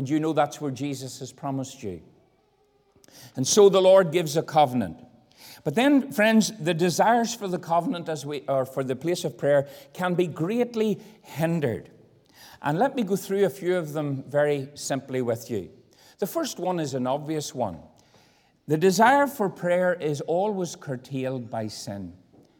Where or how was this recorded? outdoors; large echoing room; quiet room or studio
large echoing room